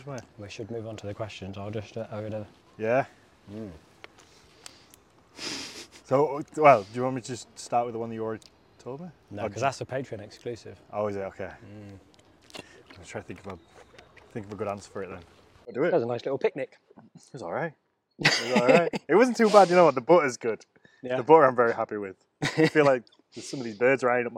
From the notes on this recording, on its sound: This Week I'm in York at the Jorvik Viking Festival